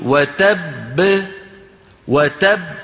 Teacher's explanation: أيضا المسألة الثانية التي تستثنى من الوقف على المشدد حرف القلقلة الموقوف عليه بالتشديد